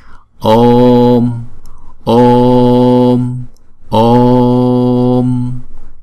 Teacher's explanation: Chữ O là diphthong nên chúng ta kéo dài hai nhịp, rồi sau đó chúng ta mới đóng chữ O lại.